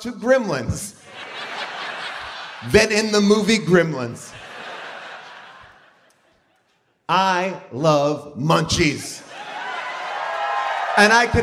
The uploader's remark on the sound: LIVE from the Warner Theatre in D.C. The audience Q&A.